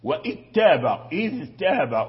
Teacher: الذال فيه الجهر مجهور، والتاء فيه شدة